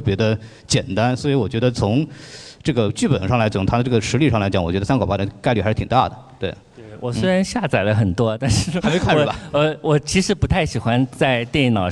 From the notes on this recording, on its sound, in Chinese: 上海美琪大戏院。映后交流的现场录音。回答了现场观众的录音。